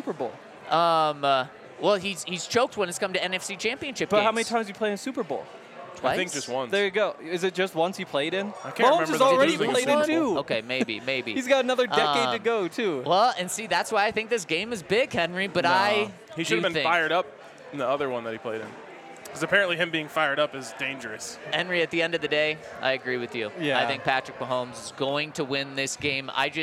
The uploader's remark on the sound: coming to you LIVE from the Breckinridge Brewery Farmhouse